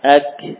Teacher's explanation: Al-hanakul lahmi wal 'azmi, ya. Menempel di bagian langit-langit yang keras dan yang lunak, ya. Sebagian menempel di bagian yang lunak, sebagian lagi sudah menempel di bagian kerasnya, ya. Nah, inilah huruf kaf, posisi makhraj huruf kaf.